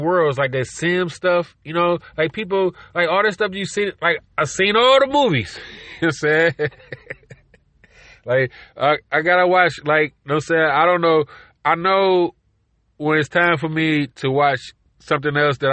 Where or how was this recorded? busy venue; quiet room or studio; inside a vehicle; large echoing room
inside a vehicle